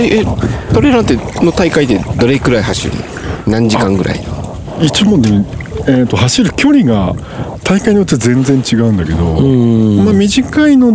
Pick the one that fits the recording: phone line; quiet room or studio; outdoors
outdoors